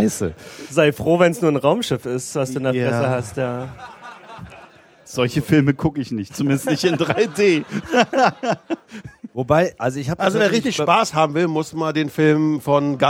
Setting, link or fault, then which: setting, live audience